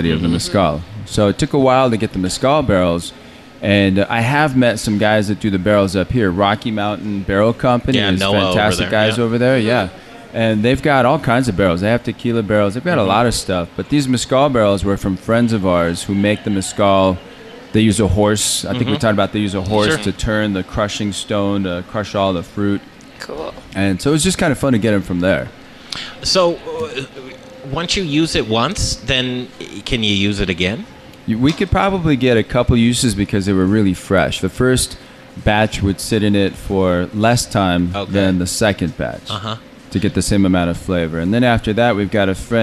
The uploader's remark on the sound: The Modern Eater Show live from the Stanley Marketplace! This unique brewery is in the heart of the Stanley!